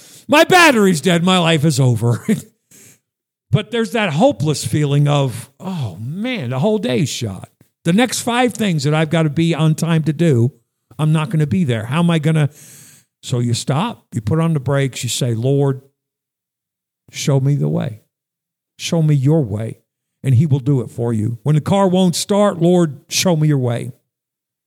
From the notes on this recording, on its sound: Sunday morning message at Northeast Baptist Church, Danbury, CT